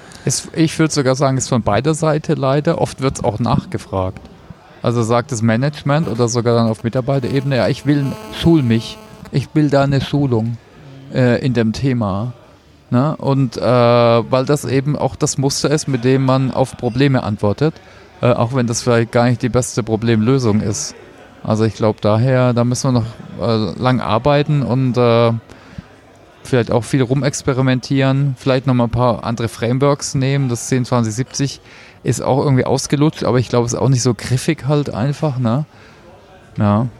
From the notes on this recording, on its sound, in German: Beim letzten Meetup spontan einen Podcast im Biergarten aufgenommen, daher auch die Hintergrundgeräusche.